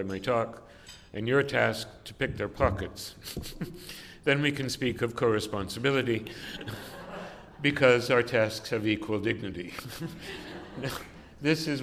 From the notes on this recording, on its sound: delivered this address on November 15, 2018 at the University Club of Chicago